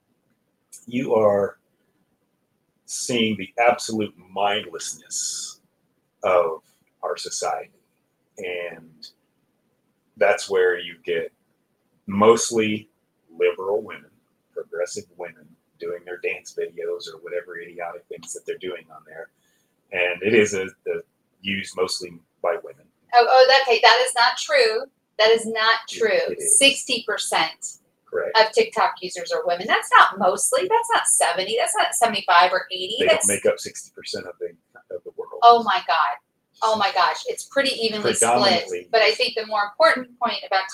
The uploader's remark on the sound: We apologize for any audio quality issues.